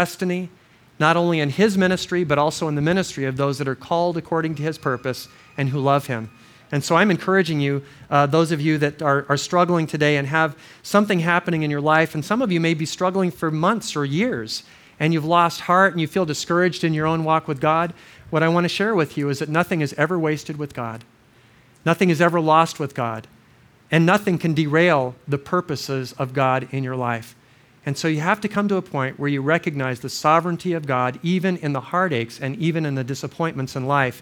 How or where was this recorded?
large echoing room